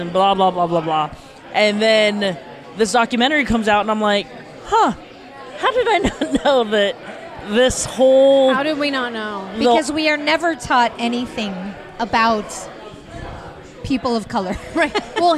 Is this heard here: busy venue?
yes